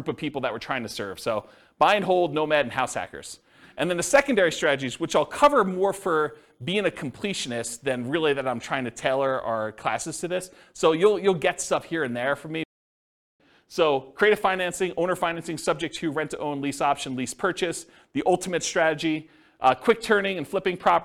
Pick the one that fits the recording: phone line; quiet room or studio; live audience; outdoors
live audience